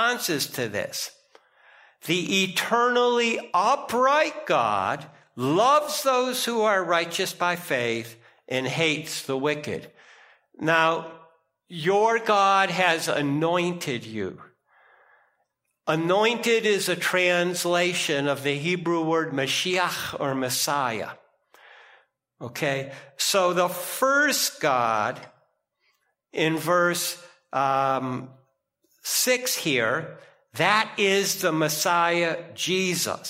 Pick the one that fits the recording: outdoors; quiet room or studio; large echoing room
large echoing room